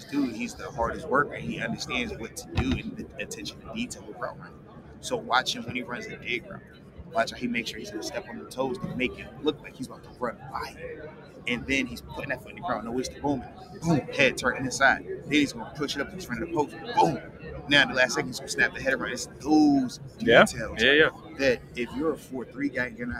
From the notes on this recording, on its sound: LIVE from the NFL Combine.